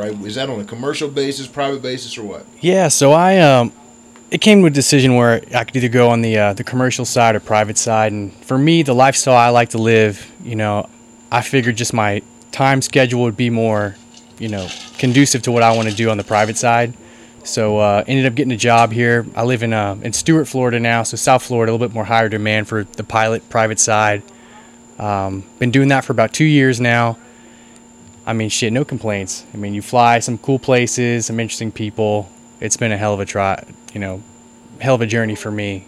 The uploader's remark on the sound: This episode was recorded on the porch of the famous "Crab Shack," so be prepared to hear some AC humming and some seagulls singing.